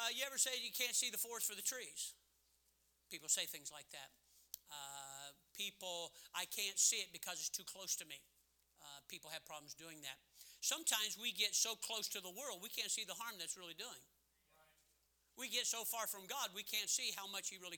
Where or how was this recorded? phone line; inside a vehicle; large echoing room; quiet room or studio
large echoing room